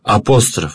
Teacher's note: А апостроф — это такой вот символ, надстрочный знак, громкое придыхание и жесткая атака на первую гласную